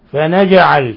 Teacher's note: الجيم ساكنة تقلقل لأن من حروف قطب جد